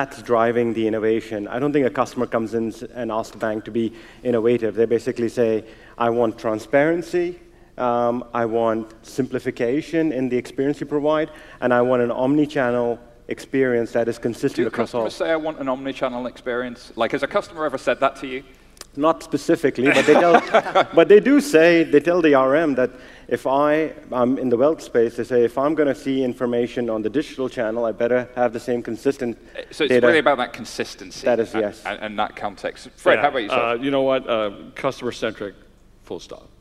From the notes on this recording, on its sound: Live at TCF2018. Recorded live Temenos' TCF2018 event in Dublin.